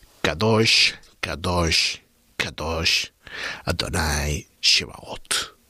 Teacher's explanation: Pero los ángeles, cuando expresan esta frase, es algo tan enorme, tan magnífico, que toda su boca se llena de vocales. De hecho, emplean las dos vocales más abiertas, más amplias, que se puede encontrar en la lengua hebrea, que es la A, una A y una especie de O